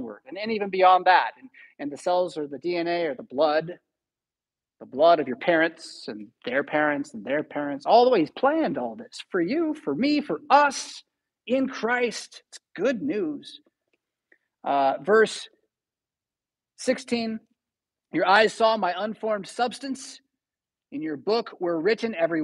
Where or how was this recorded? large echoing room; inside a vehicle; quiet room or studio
large echoing room